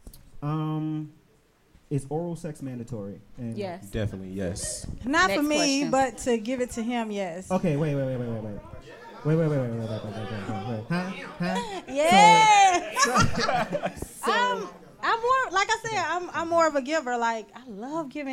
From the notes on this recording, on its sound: Live Show. LIVE in Charlotte, NC!!!!